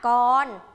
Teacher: คำว่ากรอ่านออกเสียงไม่รัวริ้นก็คือพยัญชนะกอ